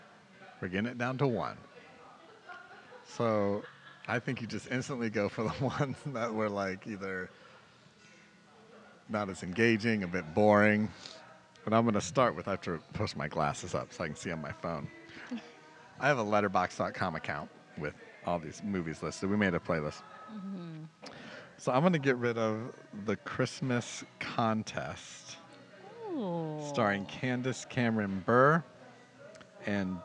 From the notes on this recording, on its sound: This episode was recorded on a warm winter's night in Tampa, Florida at The Pour House